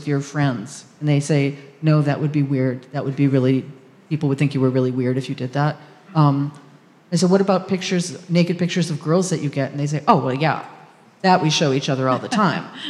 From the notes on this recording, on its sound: discussion with a live audience